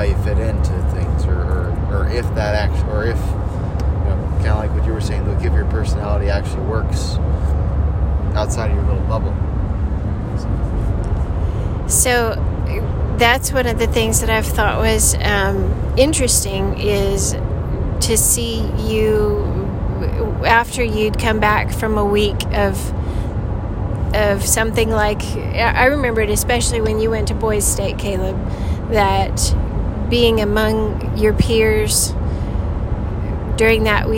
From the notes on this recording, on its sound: In the excitement of driving to camp at Pine Cove